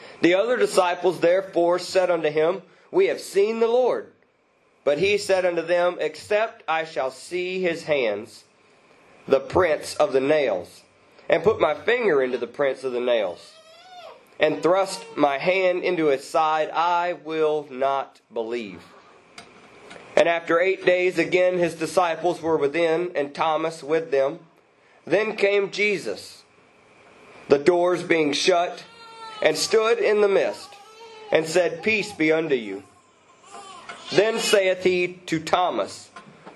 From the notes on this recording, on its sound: You are listening to a service recording from United Pentecostal Church.